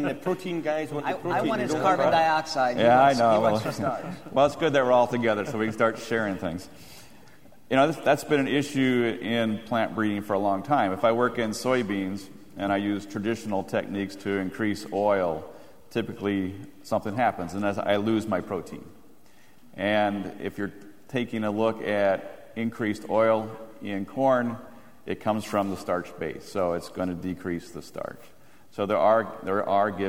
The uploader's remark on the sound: The closing general session of the 2008 National Biodiesel Conference featured a panel discussion.